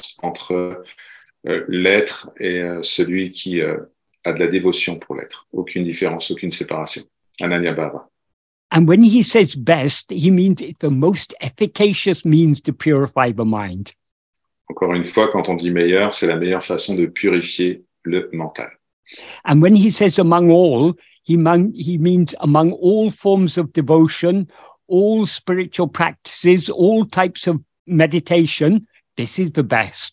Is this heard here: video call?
yes